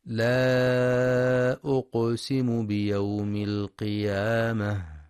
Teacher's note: ينتبه القارئ للمد المنفصل في لا أقسم، حيث يمد أربع أو خمس حركات في رواية حفص من طريق الشاطبية.